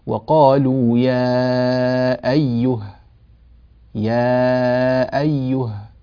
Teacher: فإذا وقفنا اتبعنا رسم المصحف فوقفنا على هاء ساكنة